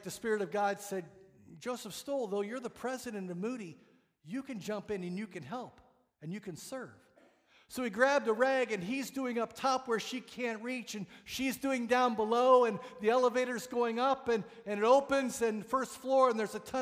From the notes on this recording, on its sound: This message was preached on December 4, 2022 at FIVE39 Church.